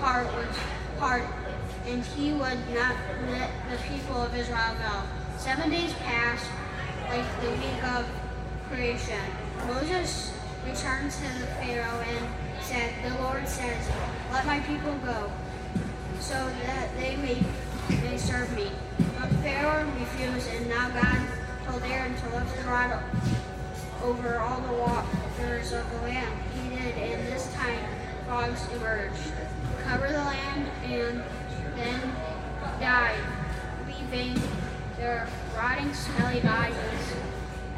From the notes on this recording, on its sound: LIVE from Festival. LIVE FROM OUR PARISH FESTIVAL!!